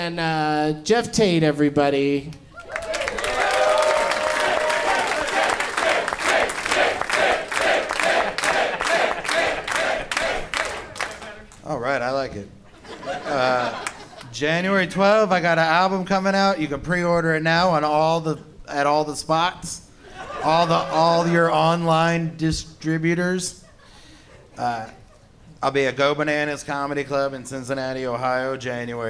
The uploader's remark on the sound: Live from Cobb's Comedy Club in San Francisco